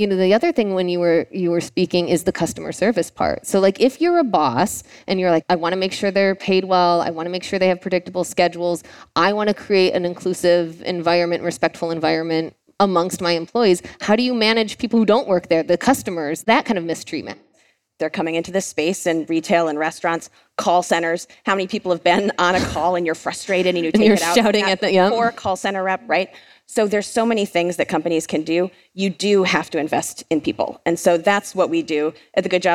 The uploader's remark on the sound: Today’s episode was recorded live at the Fast Company Innovation Festival last week in New York City.